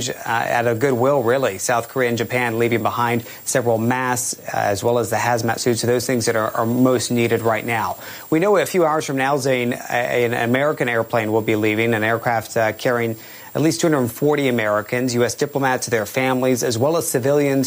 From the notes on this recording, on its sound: live from the New York Stock Exchange